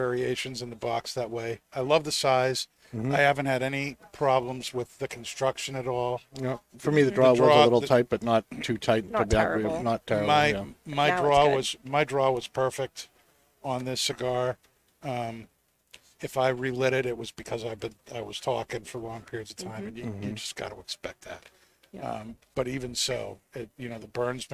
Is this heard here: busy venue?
yes